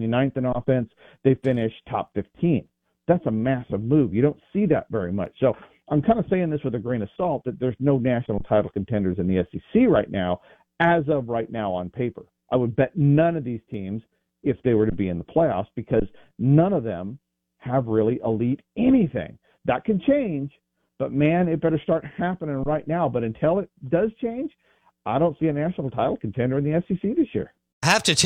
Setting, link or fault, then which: link, phone line